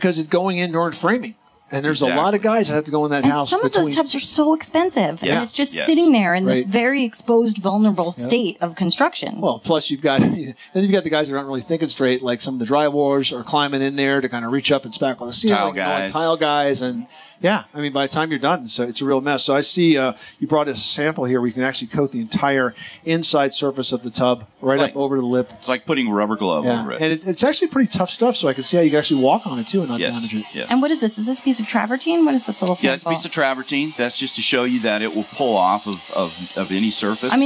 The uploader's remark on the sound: Live from the 2018 National Hardware Show